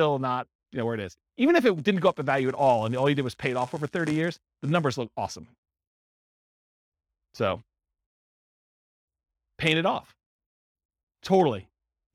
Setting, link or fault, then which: setting, live audience